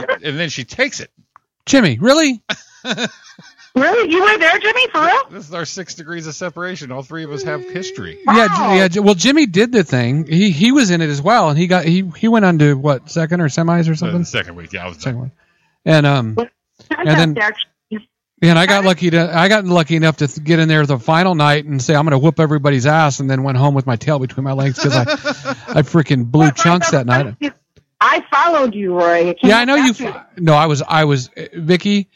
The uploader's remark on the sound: Is our phone guest for this edition.